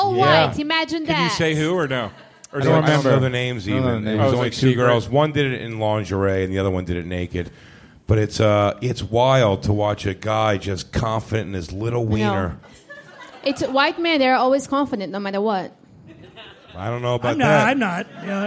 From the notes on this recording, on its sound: Live from The Stand in NYC. We return to The Stand Comedy Club in Manhattan for a riotously funny live panel in front of a sold-out crowd.